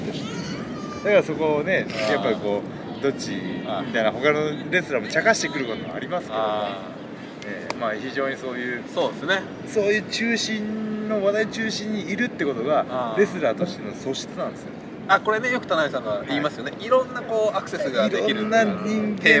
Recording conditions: outdoors